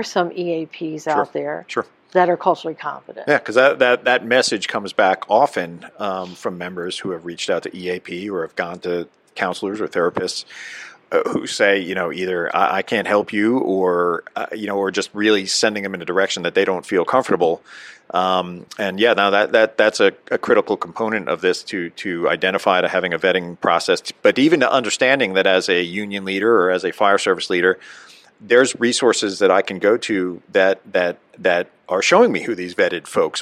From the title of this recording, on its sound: NEP "On Location"